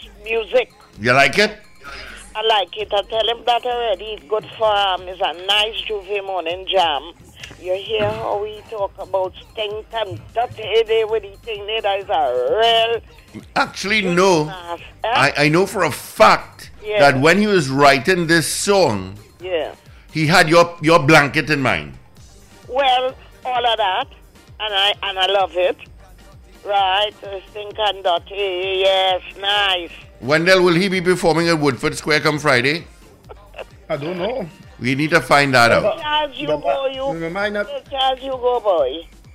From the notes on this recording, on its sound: During this hour we take calls from our audience